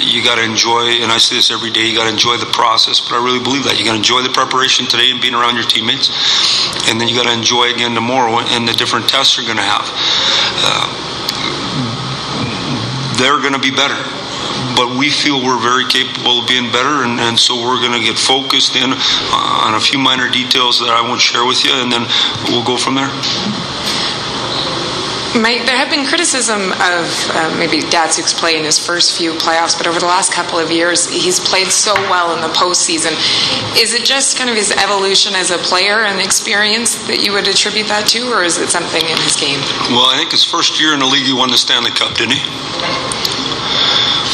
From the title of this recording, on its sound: Stanley Cup Finals, off-day press conference